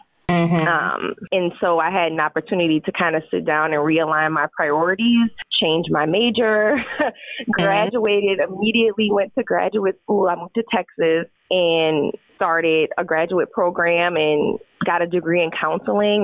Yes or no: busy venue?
no